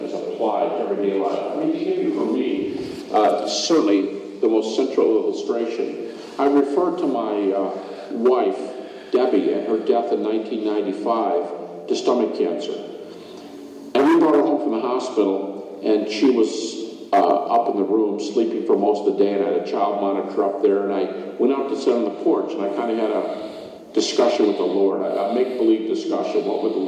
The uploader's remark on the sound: Conducted at a Finnish conference on the problem of evil.